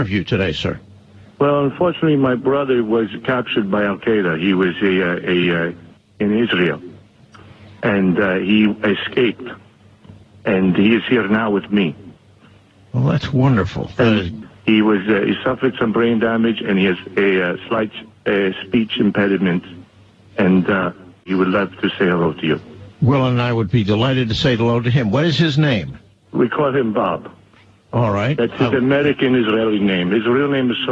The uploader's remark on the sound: The Famous Phony Phone Call